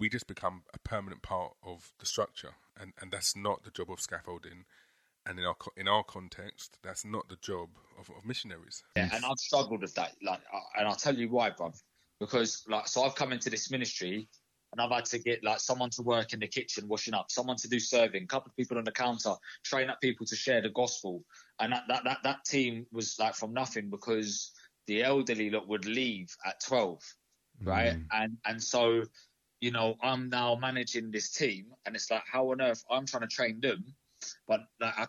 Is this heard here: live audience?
no